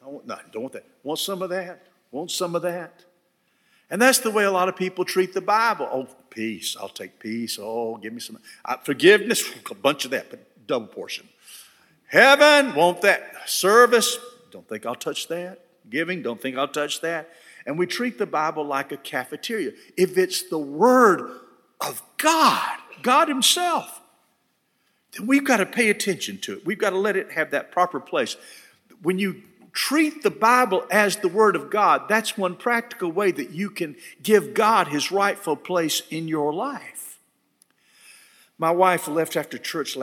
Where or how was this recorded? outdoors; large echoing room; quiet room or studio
large echoing room